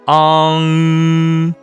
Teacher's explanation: 我们的舌根要上抬，舌根要拱起来，要和软腭有一个接触 · Term: 后鼻音